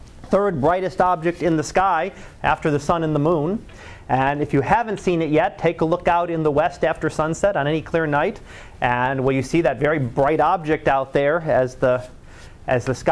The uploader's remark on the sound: Live Class Lecture